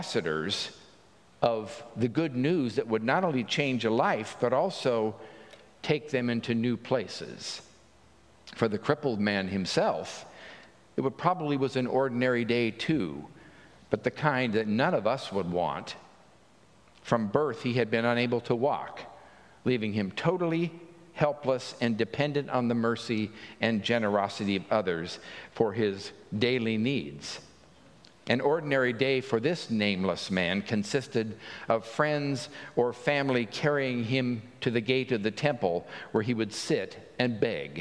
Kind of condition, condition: setting, large echoing room